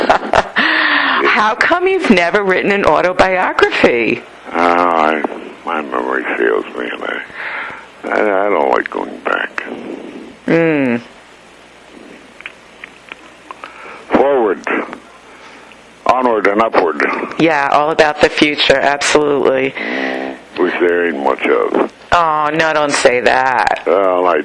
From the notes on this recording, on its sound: We spoke over the phone. From Los Angeles.